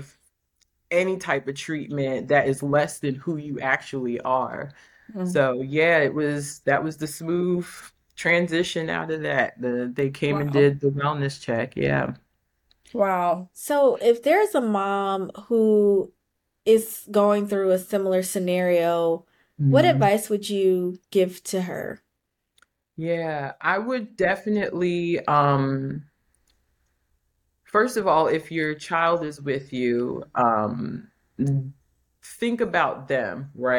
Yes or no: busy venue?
no